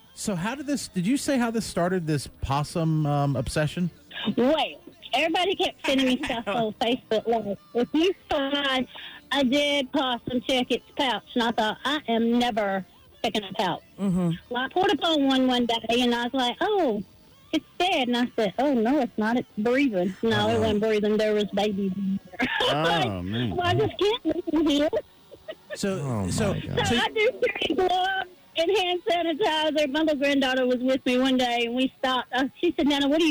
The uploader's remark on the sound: We asked listeners to call. It was a very interesting phone call.